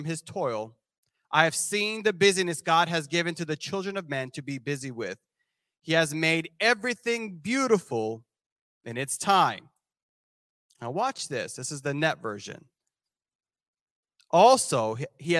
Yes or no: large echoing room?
yes